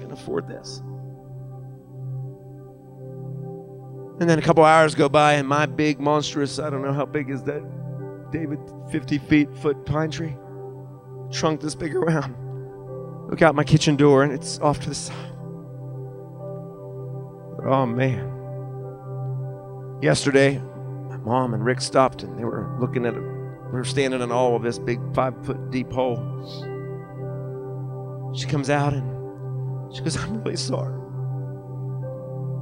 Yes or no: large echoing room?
yes